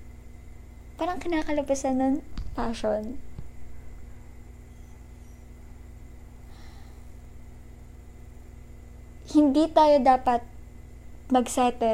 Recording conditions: background noise